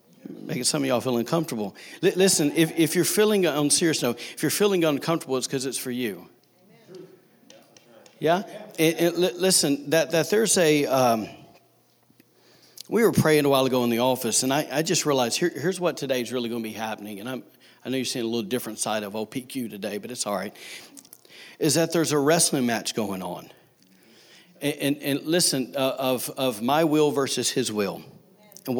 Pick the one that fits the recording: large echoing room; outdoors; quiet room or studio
large echoing room